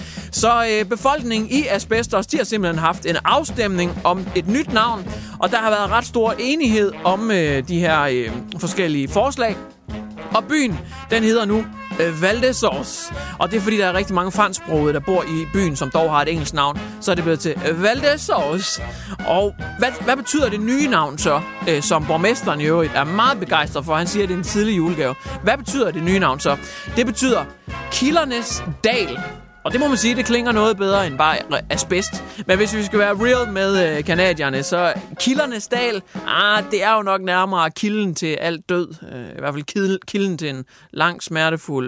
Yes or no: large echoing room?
no